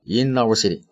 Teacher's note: 那个 n 和后面的 o 连起来了 · Term: 连读